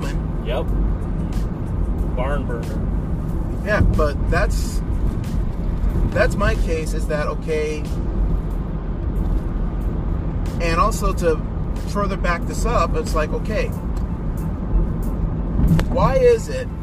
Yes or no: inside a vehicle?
yes